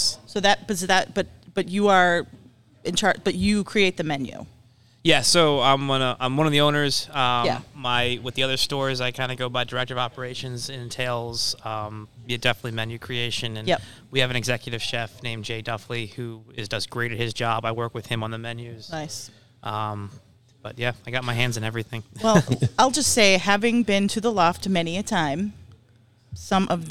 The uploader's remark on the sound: LIVE From Hopothecary Ales